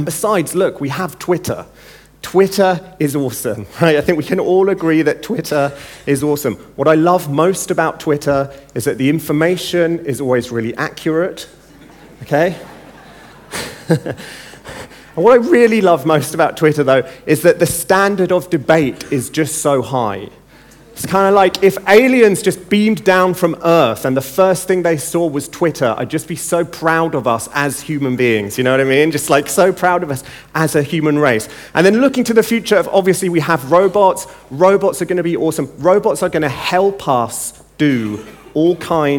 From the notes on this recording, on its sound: In the opening keynote at NEXT17